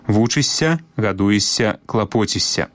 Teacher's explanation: як бы мы ні пісалі, заўжды вымаўляем мяккі падоўжаны «с»